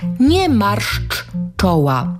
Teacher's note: Nie marszcz czoła. Marszcz kończy się głoską czy, czoło zaczyna się tą samą głoską i chodzi o to, żeby ją dwa razy powiedzieć